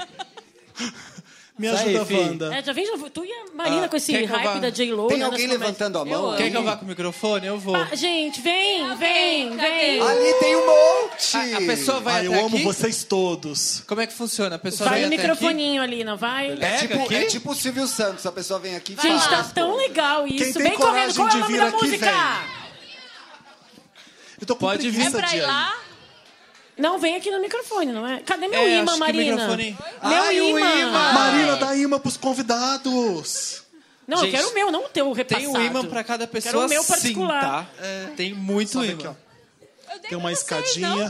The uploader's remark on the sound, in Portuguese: Especial de Natal ao Vivo